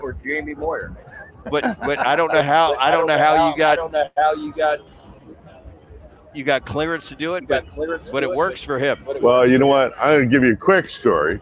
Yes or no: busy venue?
yes